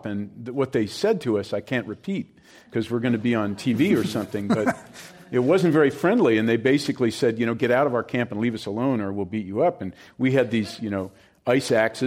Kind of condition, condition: setting, live audience